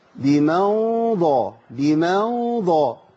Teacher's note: فلازم تفخم الغنة لأن اللي جه بعدها مفخم